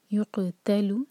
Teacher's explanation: يقتل سکون کے بعد تا پر زور دیا جائے گا